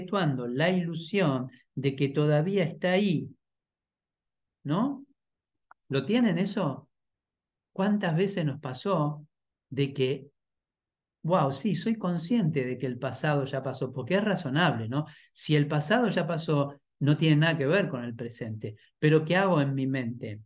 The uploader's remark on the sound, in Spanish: Clase en vivo por Zoom desde UCDM Iluminación.